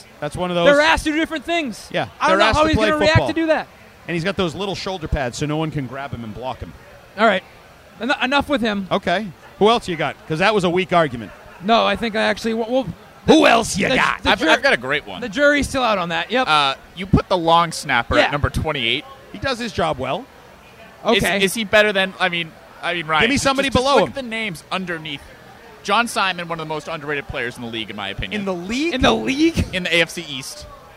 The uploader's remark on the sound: Episode 1 - Live from Lord Hobo Brewing in Woburn